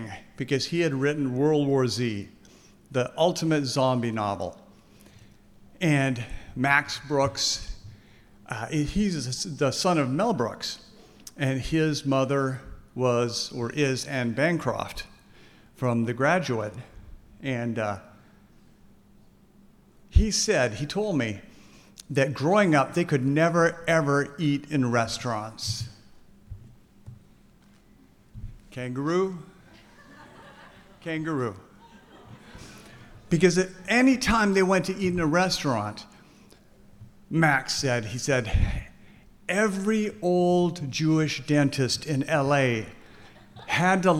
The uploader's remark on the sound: This conversation was recorded live on September 12th, 2023.